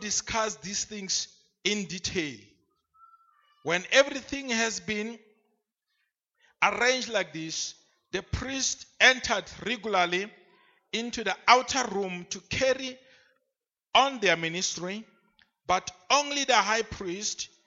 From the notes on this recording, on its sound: Day 2 at the 2018 Passover Conference at Cosmo City Church